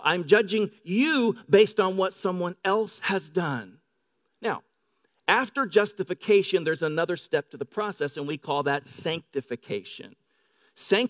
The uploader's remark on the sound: Delivered on 13 May 2018 at Grace Church of La Verne